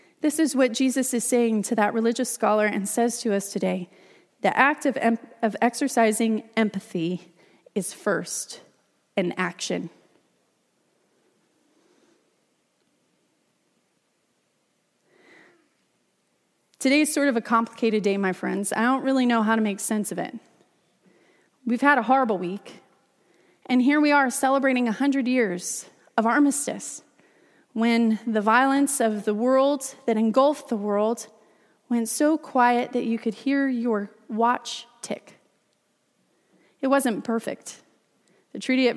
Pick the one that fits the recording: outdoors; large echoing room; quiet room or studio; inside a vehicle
large echoing room